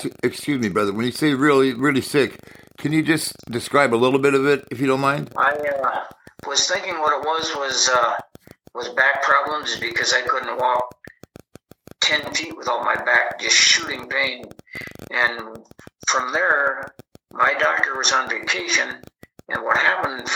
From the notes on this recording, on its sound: I apologize for the sound quality... it's worth listening to... just do your best to overlook the static on this episode and smile.